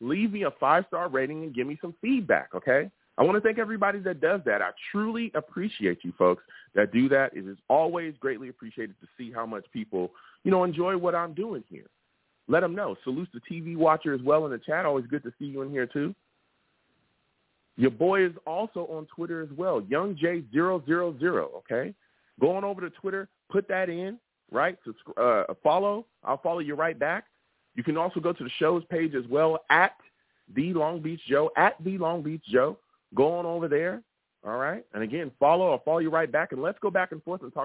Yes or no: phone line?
yes